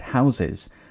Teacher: in the word houses, the stress is on house rather than es. Houses just sounds odd.